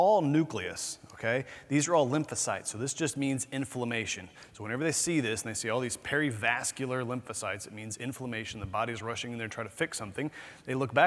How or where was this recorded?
busy venue